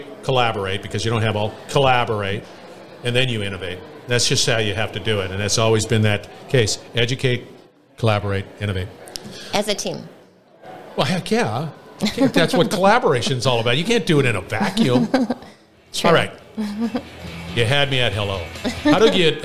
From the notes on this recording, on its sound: we're onsite at the 30th Annual SMRP conference